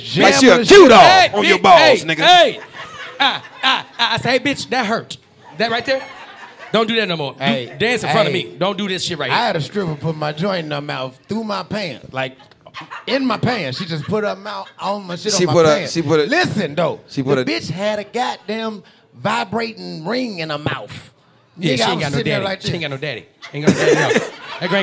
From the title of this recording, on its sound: LIVE in Houston!